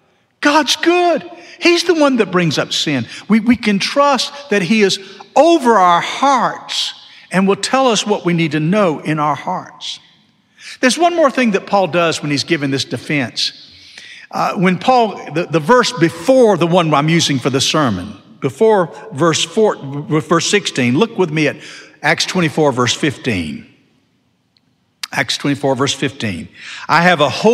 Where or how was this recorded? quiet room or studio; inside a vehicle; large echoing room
large echoing room